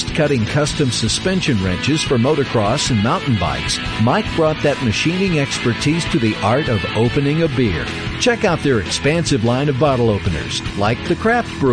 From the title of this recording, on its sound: Live from NHC 2014